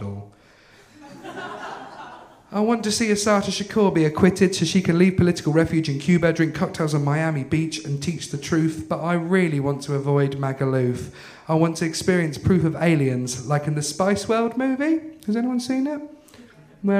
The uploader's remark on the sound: This week's episode is the third act of our Tragic Winter live show which took place at the Hackney Attic in February